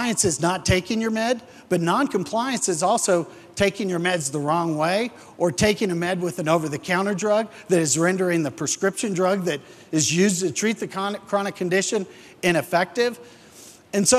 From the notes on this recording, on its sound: The audio from this episode is taken from this year's Cypress University event held in Las Vegas.